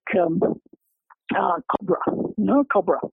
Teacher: the second syllable in English is reduced. It's just a schwa.